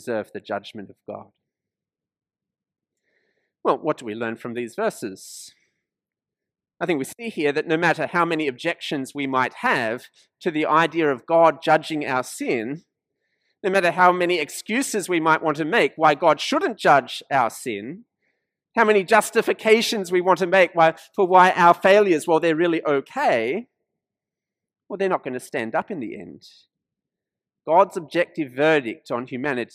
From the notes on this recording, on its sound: This sermon was preached at St George's Church, Penang